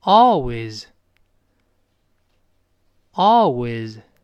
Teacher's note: 在美音中呢，口型大一些，读成哦，哦，就是我们好像恍然大悟的声音